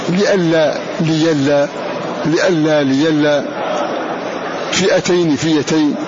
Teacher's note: مفتوح إثر كسر يبدله ياء